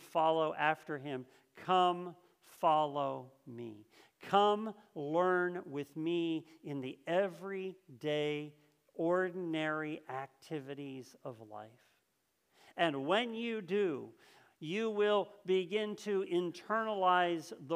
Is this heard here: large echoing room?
yes